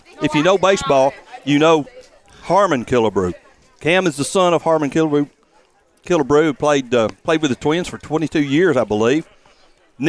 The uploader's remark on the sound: Live at Athens Stadium